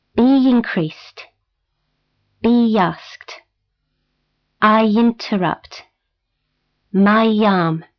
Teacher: Make them sound like one word joined with y or w.